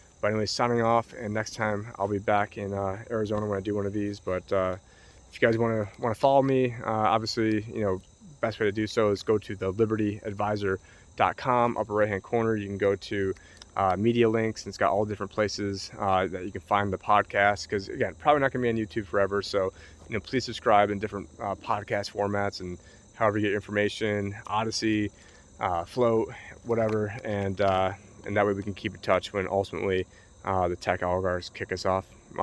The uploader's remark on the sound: Reporting in with a classic walk and talk Vlog from the Erie Canal in upstate New York